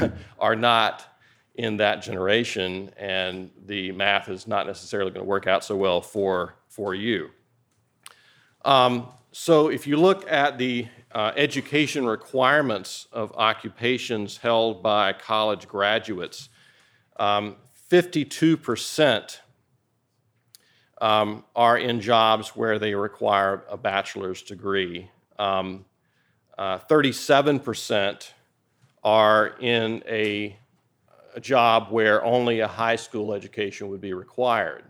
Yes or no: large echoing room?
yes